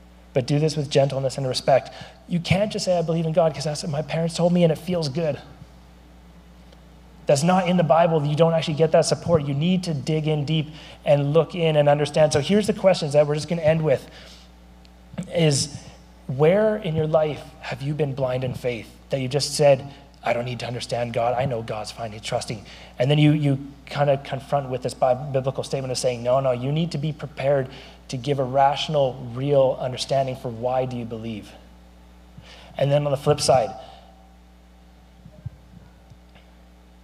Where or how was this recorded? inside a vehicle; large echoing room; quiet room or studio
large echoing room